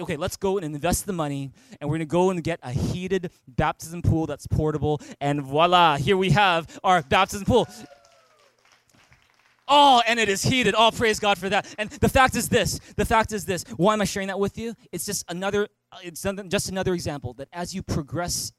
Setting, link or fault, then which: setting, large echoing room